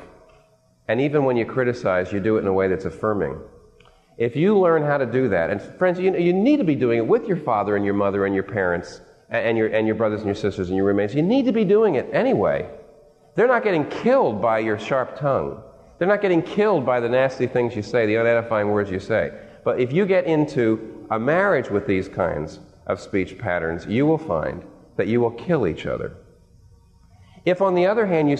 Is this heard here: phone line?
no